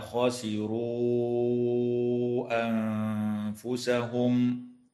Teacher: وتمد الواو في قوله تعالى: خسروا أنفسهم من قبيل المد المنفصل بمقدار 4 أو 5 حركات